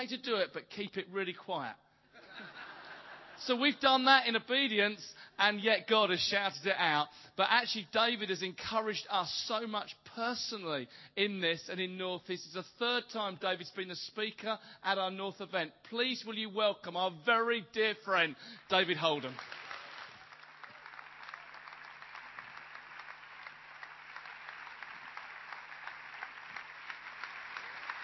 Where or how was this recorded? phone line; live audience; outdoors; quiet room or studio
live audience